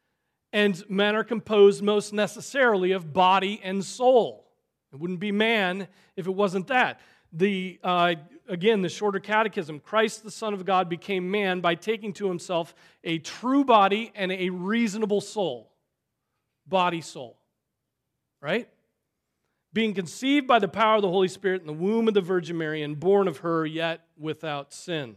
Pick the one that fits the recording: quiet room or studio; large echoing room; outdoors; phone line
large echoing room